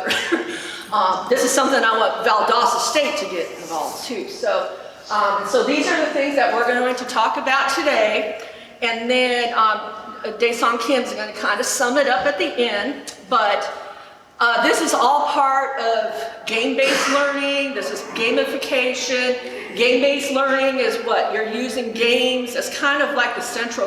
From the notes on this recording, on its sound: In this episode, I and two of my dissertation committee members present a introduction esports presentation at the 2022 GaETC Conference in Atlanta, GA.